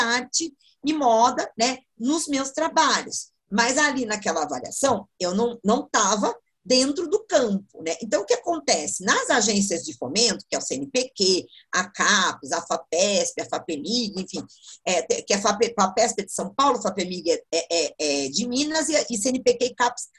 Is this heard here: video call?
yes